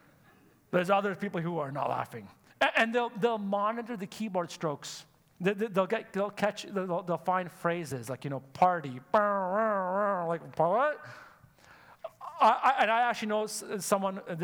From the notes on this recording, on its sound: Sunday Service live broadcast